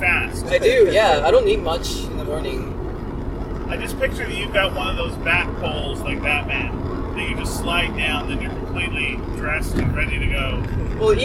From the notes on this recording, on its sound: In the car